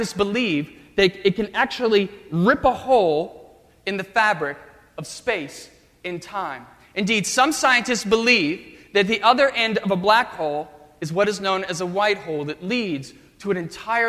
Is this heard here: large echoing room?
yes